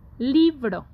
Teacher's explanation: li es la sílaba tónica y esa sílaba tónica tiene un acento prosódico, ¿Por qué? Porque no escribimos el acento sobre la I.